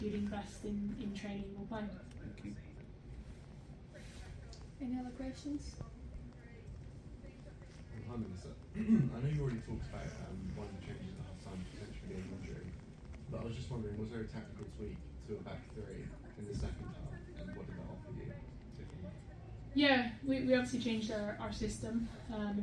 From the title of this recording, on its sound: POST MATCH PRESS CONFERENCE